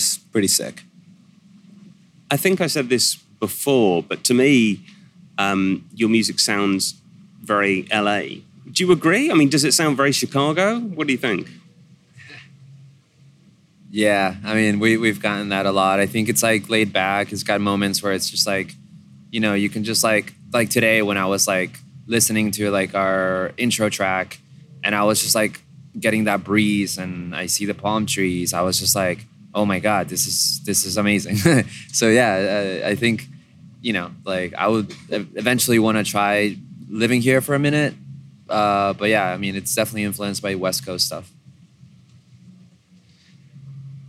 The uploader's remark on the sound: The interview was recorded at the first Primavera LA.